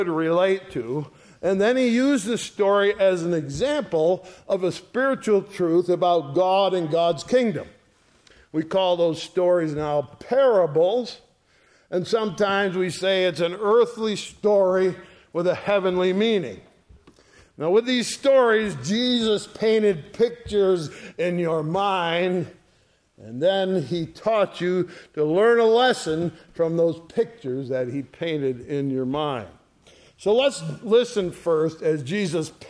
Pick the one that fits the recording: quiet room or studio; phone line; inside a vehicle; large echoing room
large echoing room